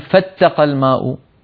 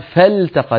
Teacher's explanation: فالتقى هذه اللام لام لابد من بيانها لأنها لام الفعل · Shown in: second take · التقى يلتقي، وليس مثل كلمة مثلا التقى.